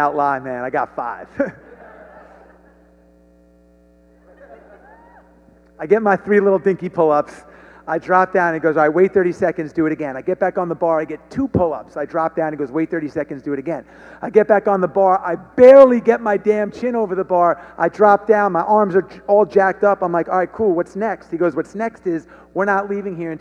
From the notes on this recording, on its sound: The Stronger Business Summit 2020 was taken to the next level. Stepped onto the stage as the keynote speaker.